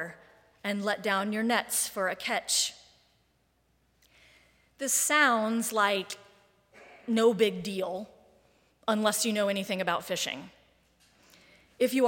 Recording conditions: large echoing room